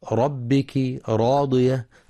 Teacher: وكلمة ربك راضية الراء مفخمة لأنها مفتوحة